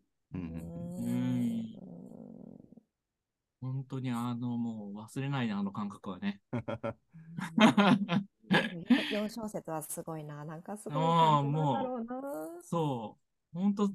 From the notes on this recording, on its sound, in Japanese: zoom（リモート収録）